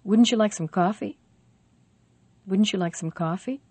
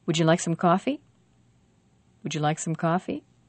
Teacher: the negative sentences with a clear vowel and the affirmative sentences without a clear vowel